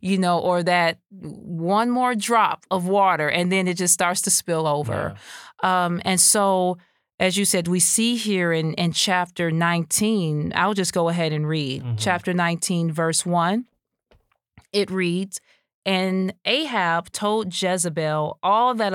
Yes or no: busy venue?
no